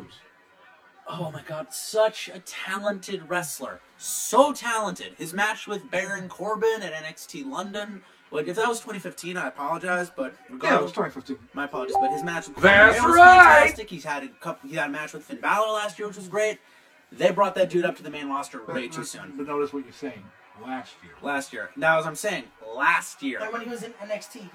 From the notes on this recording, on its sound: Live General Admission Wrestling Podcast straight from Ben's Silly Willy Lounge in Queens